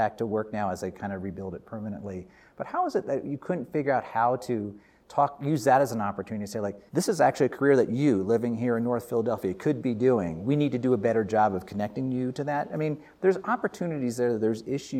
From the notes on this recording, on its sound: We sat down in the “Bucky Dome” on the Aspen Institute campus at the Aspen Ideas Festival. We sat down in the “Bucky Dome” on the Aspen Institute campus at the Aspen Ideas Festival.